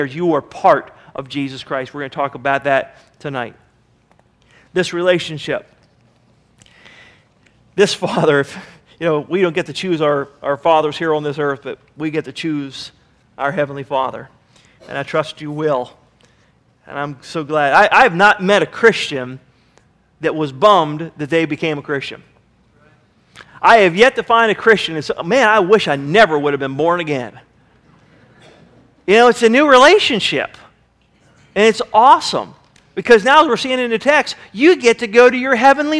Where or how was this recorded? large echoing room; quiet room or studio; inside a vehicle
large echoing room